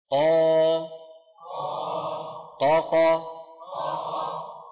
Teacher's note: مقدار المد الطبيعي، يمد المد الطبيعي بمقدار حركتين